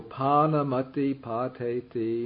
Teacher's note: the ung is changed into a simple M and the two words are joined · Term: sandhi or union